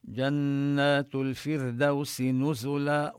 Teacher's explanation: وجنات الفردوس نظهر اللام لأن الفاء من الحروف القمرية، الفردوس، وهنا الراء حكمها أنها ترقق، سكنت وجاء قبلها كسر لازم. جنات الفردوس نزلا، والواو هنا حرف لين كذلك، يعني نبينها.